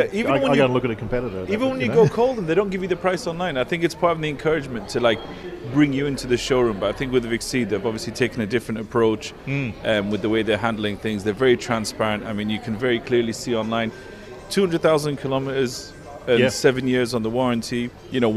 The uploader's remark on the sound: Broadcasts live from the freshly inaugurated Exeed showroom in Dubai, where Motor Mania fans gather eagerly for a hands-on experience with the carmaker's latest SUVs.